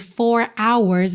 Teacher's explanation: você não ouve esse R bem enroladinho